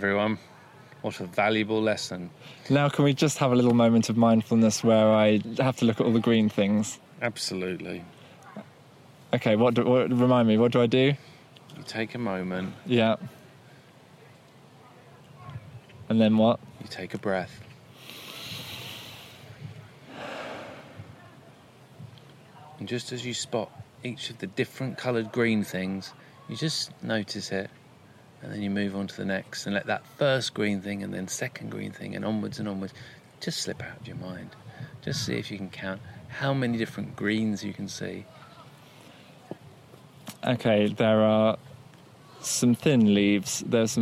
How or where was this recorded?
outdoors